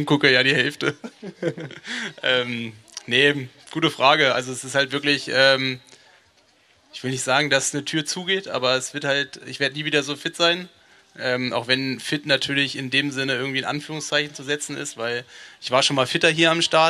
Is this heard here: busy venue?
yes